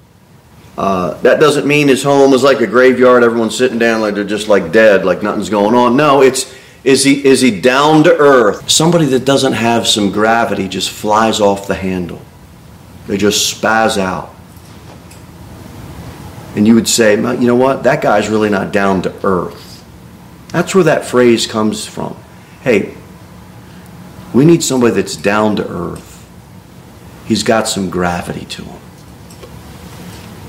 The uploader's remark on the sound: Sermon delivered at Pilgrim Baptist Church